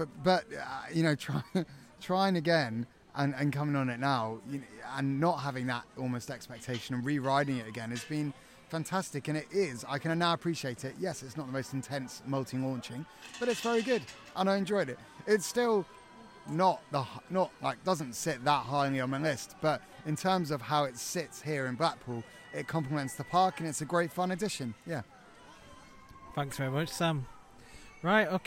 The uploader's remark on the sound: LIVE From Blackpool Pleasure Beach - April 2021. Hear all the ambience and fun that the park has to offer.